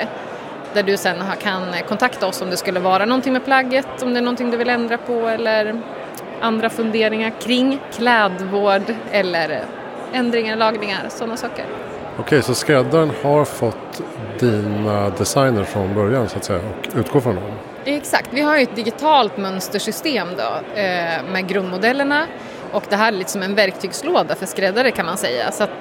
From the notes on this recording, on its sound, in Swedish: Inspelat under Nordic Sustainability Expo på Stockholmsmässan i Älvsjö.